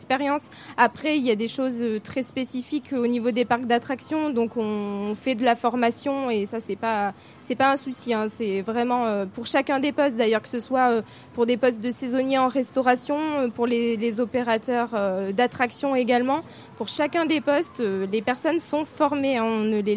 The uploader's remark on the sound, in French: En Direct de Walibi Rhône-Alpes